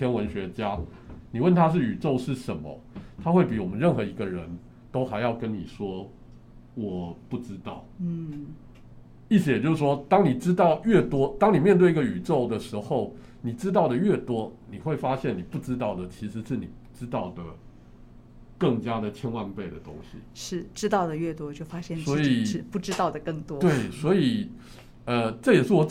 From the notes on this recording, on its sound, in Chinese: 本集節目在「Sidoli Radio小島裡」現場錄製，並共同播出。